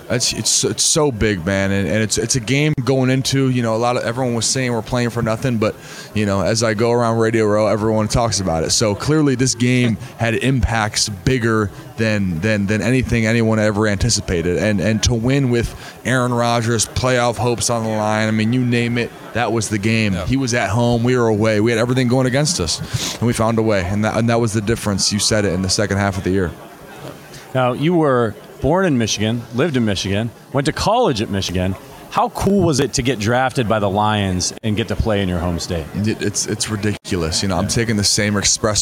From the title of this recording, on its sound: Live from Super Bowl LVII